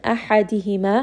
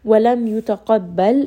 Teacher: حَا is going to be from the middle of the throat · Shown in: first take · وَلَمْ يُتَقَبَّلْ، here قَاف again is going to be heavy.